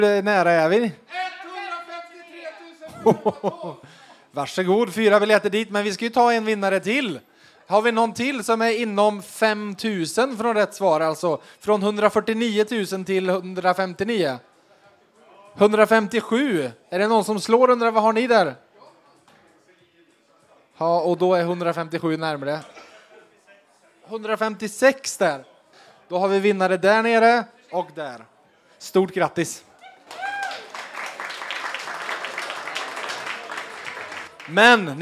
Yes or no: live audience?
yes